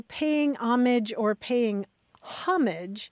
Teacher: Rather than, I mean, there's also paying homage or paying homage, mm-hmm. but the accent in both of those cases is on the first syllable